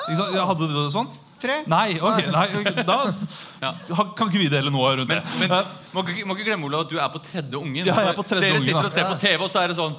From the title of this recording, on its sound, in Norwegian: Live fra Salt